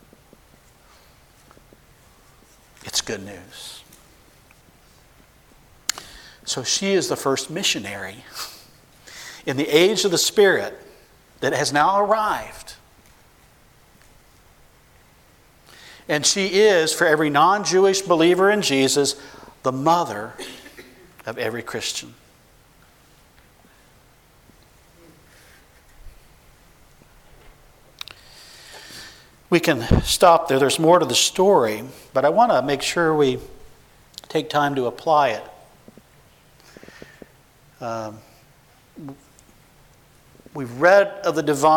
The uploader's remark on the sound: 2015 Missions Conference: Friday Evening Session